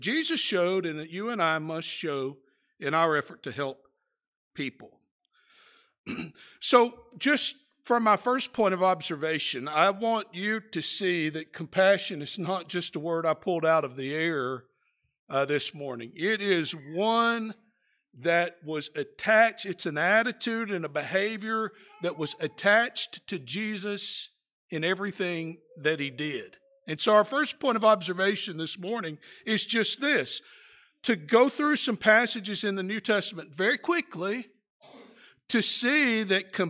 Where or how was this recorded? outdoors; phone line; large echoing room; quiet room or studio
large echoing room